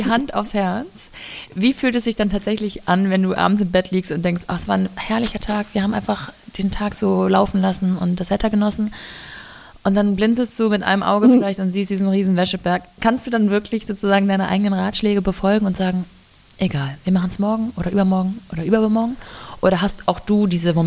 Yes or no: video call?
no